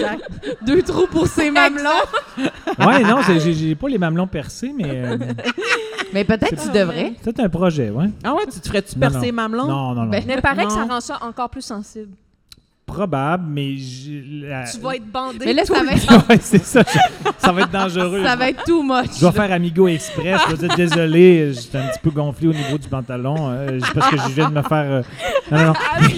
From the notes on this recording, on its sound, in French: LIVE à Québec! Se joignent à la fête pour cet épisode capté à l'Impérial Bell de Québec durant le festival ComédiHa!